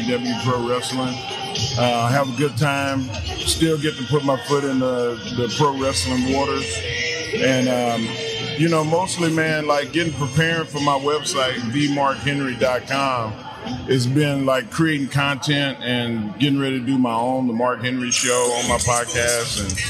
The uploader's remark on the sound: Live From The World Food Championships